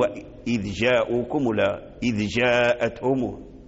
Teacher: لابد أن تخرج الذال من مخرجه ثم ترجع إلى الوراء، لأن الجيم وراء الذال، الذال مقدم، في مقدم الفم، والجيم في وسط الفم